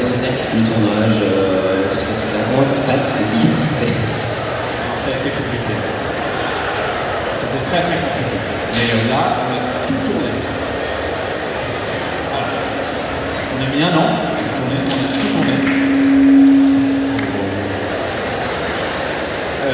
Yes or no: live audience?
yes